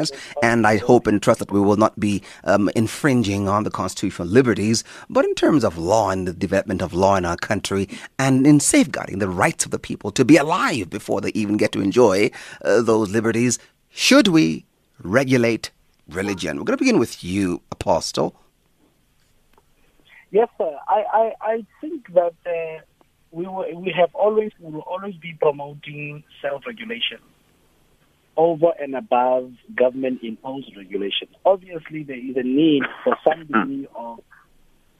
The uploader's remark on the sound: Guest in studio. Guest on the phone.